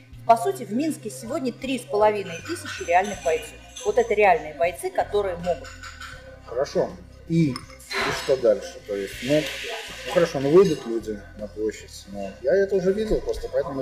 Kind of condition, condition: setting, busy venue